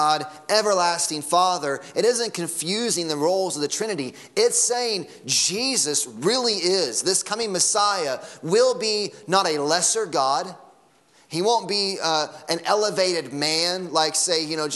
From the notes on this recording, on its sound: Sunday Morning Sermon Audio